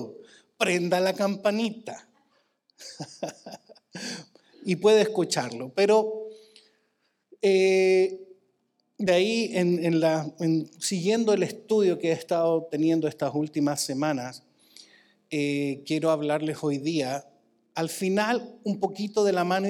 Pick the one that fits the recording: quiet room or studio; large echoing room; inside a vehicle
large echoing room